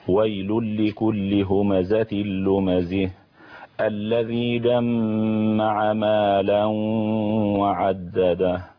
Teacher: فإحنا بينا بهذا النموذج لهجات اللي هي بنسميها إمالة هاء التأنيث. نعم، هذه القراءة الكسائية.